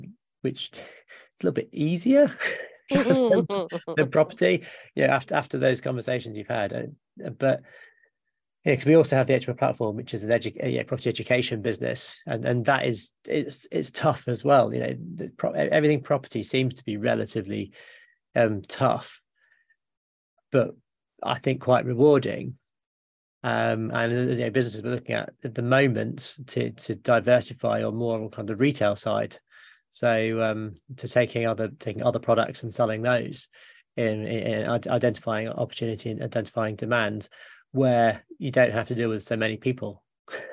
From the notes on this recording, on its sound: Sat in the hot seat at Property Jam Towers (or their own houses because we record on Zoom!!).